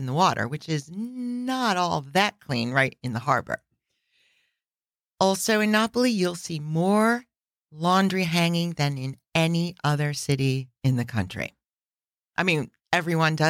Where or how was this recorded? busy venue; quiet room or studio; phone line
quiet room or studio